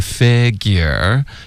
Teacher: 舌根别太高，是 fe 不是 fi